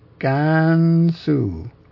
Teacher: Gansu, the first syllable of which is held to be even pitch, and the second syllable of which is descending.